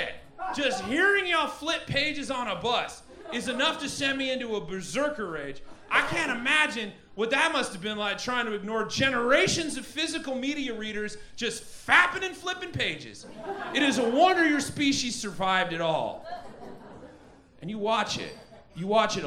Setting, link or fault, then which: setting, busy venue